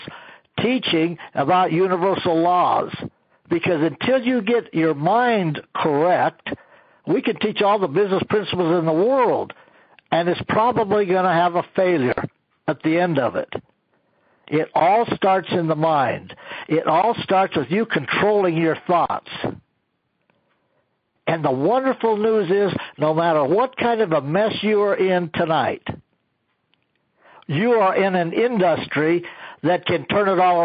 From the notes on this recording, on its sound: an archive of weekly conference calls